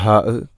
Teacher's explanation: ഹാഇൻ്റെ ശബ്ദം കൃത്യമായിരിക്കണം, തൊണ്ടയുടെ ഏറ്റവും അടിഭാഗം